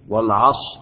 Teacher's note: فحالة الإتيان بالروم تترقق الراء